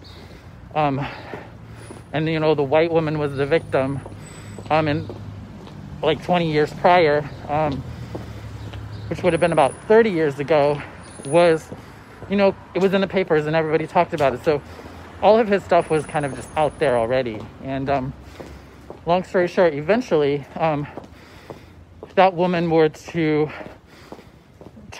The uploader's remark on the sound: walk and talk